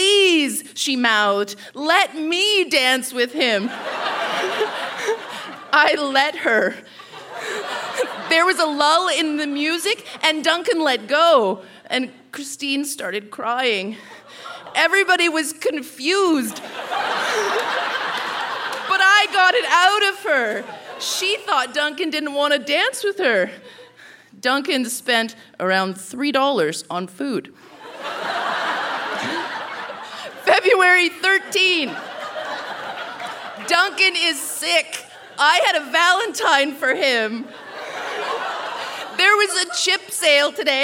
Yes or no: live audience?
yes